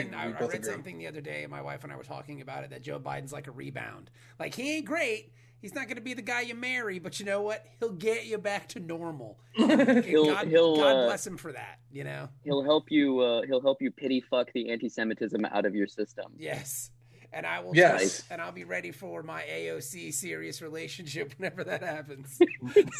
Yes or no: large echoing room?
no